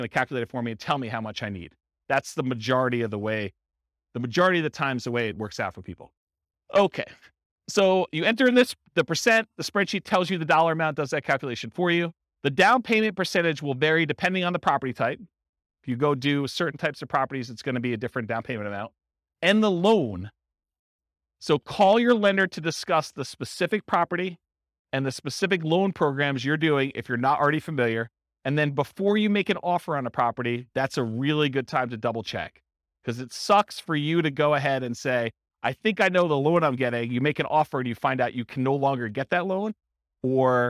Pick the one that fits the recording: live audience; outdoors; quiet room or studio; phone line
live audience